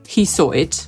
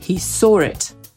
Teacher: kiedy słowo zakończone na o, właściwie na u, a po nim jest słowo zaczynające się od samogłoski, to tam w środek można wstawić ry · Shown in: second take · To znaczy, tak robią Brytyjczycy. · Term: intrusive R